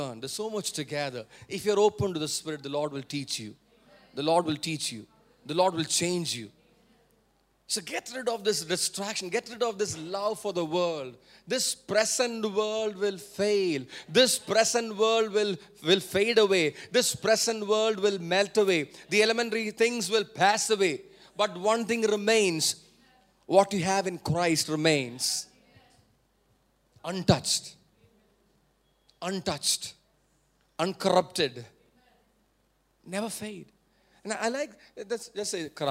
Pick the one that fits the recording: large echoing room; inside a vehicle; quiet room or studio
large echoing room